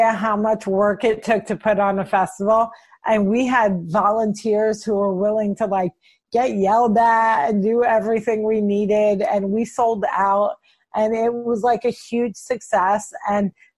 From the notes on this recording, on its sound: She connected with me via Zoom during the coronavirus pandemic to check.